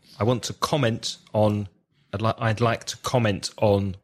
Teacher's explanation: Put the stress on the first syllable.